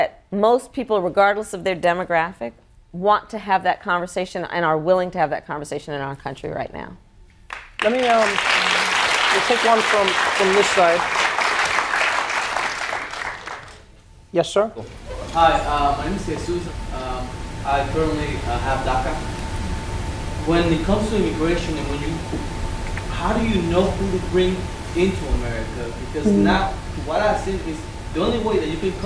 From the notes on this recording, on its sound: answers audience members' questions